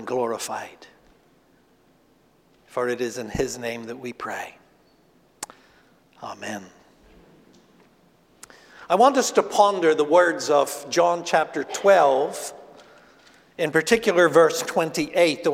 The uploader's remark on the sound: Asbury Seminary Kentucky Chapel, recorded on Thursday, April 27, 2023 at Asbury Theological Seminary's Kentucky campus